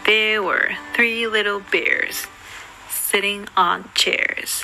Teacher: three little bears と sitting on chairs が同じイントネーションになっています。上がって下がる、上がって下がるという感じです。特に bears と chairs は喉をリラックスさせて音を落とすと英語らしくなります。そしてここでザ・アメリカ英語の特徴的な音が出てきています。フラップ T というのですが、リトルがリトル、シッティングがシッティングとなる現象のことですね。もちろんリトルとかシッティングでいいんですが、この音を作るとアメリカ英語っぽくなります。 · There were three little bears sitting on chairs.ここでは three little bears と sitting on chairs が同じイントネーションになっています。上がって下がる、上がって下がるという感じです。特に bears と chairs は喉をリラックスさせて音を落とすと英語らしくなります。